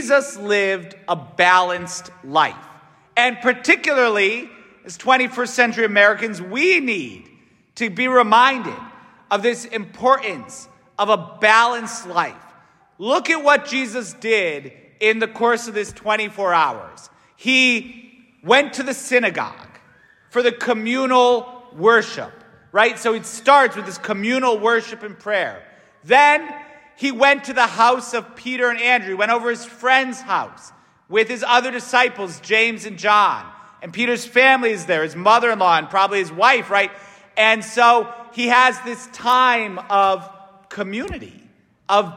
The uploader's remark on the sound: S t Francis Catholic parish homily